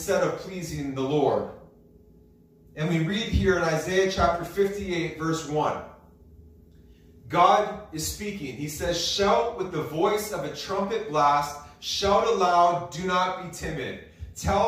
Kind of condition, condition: setting, large echoing room